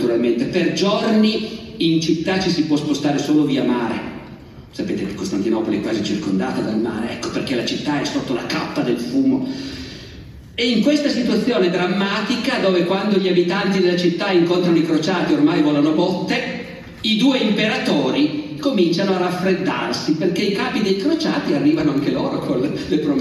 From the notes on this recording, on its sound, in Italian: (Sarzana, 2023). Evento registrato in loco.